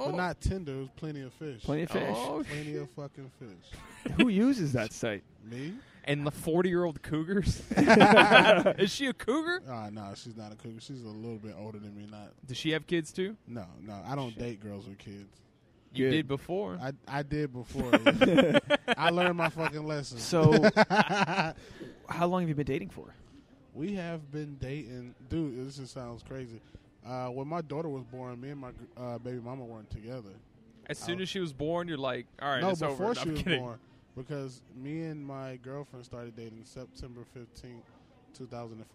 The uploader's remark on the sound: sit down outside a Ben & Jerry's